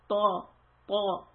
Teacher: I'm lifting the back of the tongue and creating a dip in the middle of the tongue, and this makes the sound heavy.